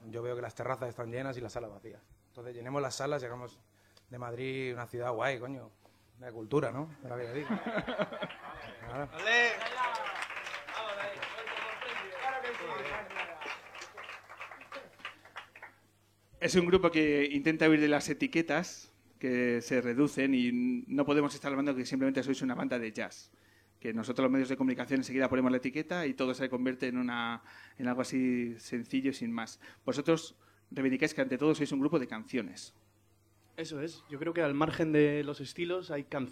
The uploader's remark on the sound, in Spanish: Atentos a la sorpresa que nos regala el público lunero a lo largo del concierto.